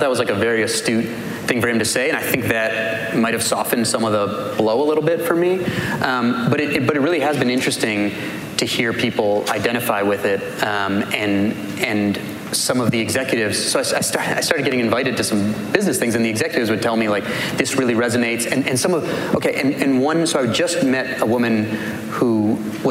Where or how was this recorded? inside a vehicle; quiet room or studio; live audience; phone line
live audience